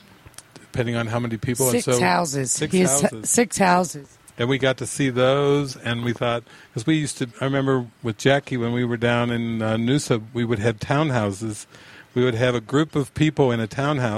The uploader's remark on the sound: Recorded at the "Tahawi" event venue in Ajijic, Jalisco, Mexico on the 26th of May, 2018 during the Quantum Immersion ~ Into the Light Retreat.